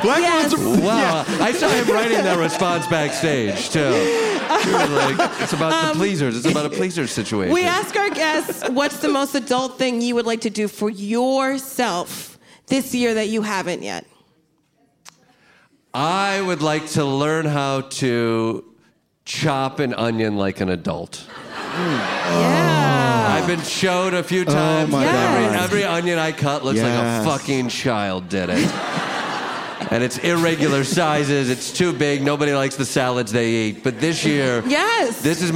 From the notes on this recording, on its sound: Live at the Bell House